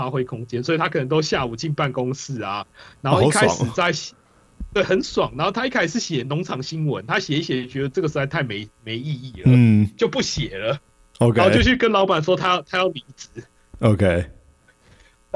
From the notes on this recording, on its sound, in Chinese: 這是嘗試遠距錄音的第二集, 音質有一點點沒那麼好。